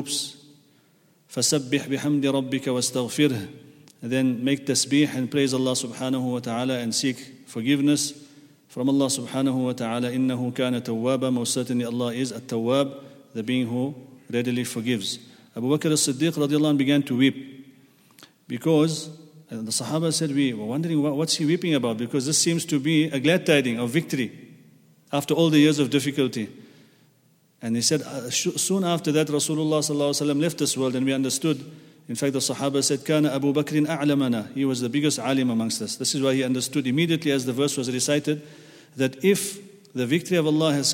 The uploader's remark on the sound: at the Houghton Masjid (West Street)